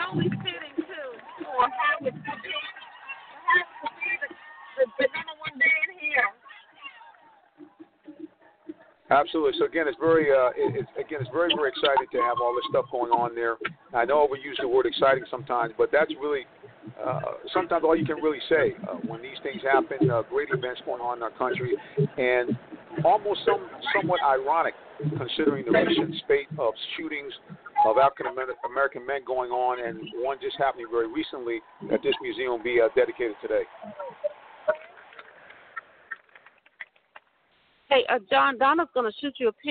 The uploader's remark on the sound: LIVE from African-American Museum dedication in Washington,DC. Our special DC correspondents are on the scene with coverage.